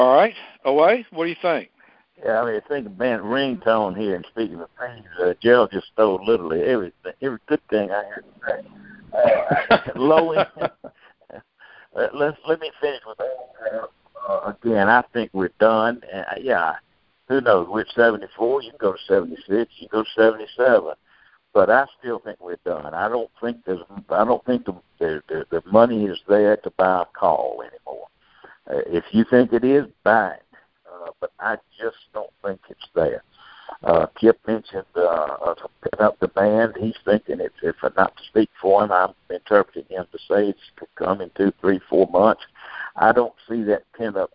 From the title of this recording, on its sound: Monthly Conference Call